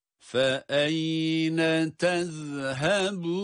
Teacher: Tez derken zal harfi zaten peltek biliyoruz.